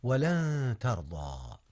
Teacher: أخفيت نون لن قبل التاء، والتاء من أحرف الإخفاء